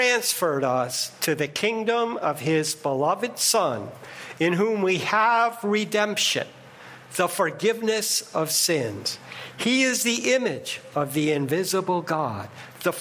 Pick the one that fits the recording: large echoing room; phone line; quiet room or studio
large echoing room